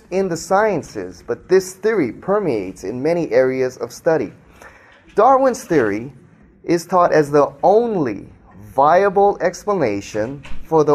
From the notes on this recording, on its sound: speaks to a live audience